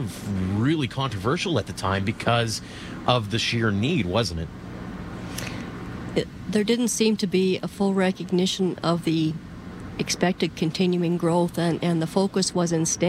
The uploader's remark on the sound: On The Road : Bridgeland. We are live on location at the site of the former Calgary General Hospital.